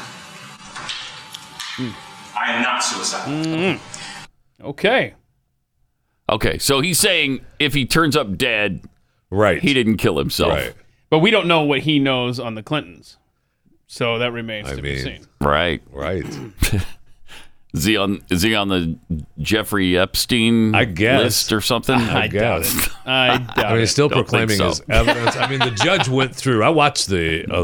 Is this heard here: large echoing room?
no